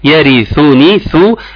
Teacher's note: تحافظ على الضم وتحافظ على خروج اللسان